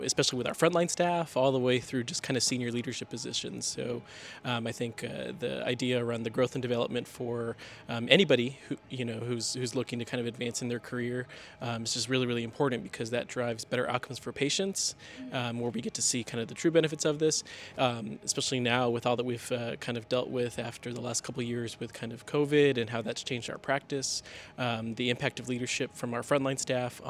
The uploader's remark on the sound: live podcast from the 2023 Oncology Nursing Society (ONS) Congress